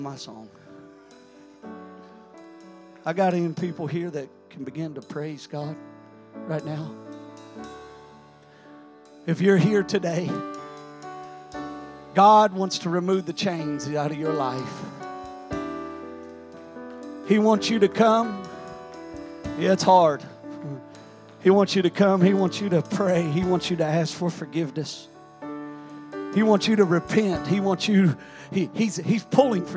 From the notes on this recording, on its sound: During our Sunday morning gathering on May 7, 2023. We are an Apostolic, Pentecostal church located in Poplar Bluff, Missouri.